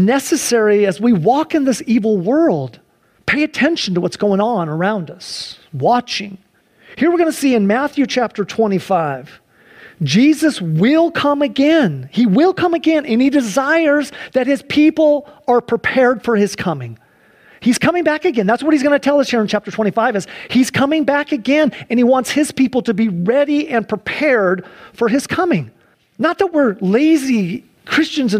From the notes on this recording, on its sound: Sunday church service livestream